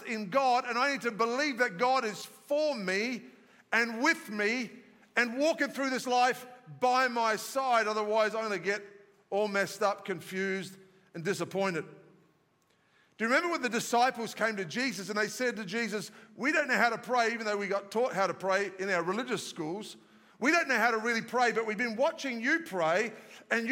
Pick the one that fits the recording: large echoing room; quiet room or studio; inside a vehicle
large echoing room